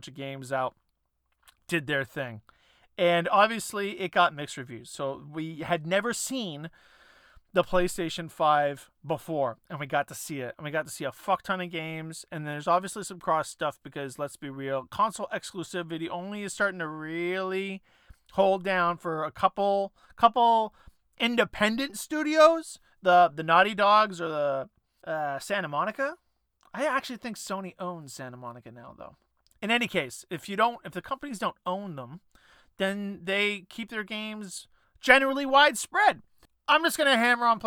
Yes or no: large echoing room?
no